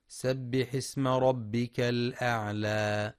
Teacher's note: مع مراعاة ترقيق اللام في الأعلى فلا يفخمها